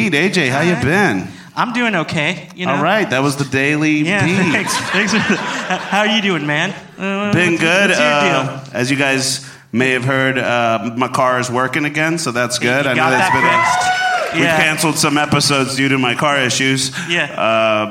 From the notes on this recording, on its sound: LIVE at Spider House Ballroom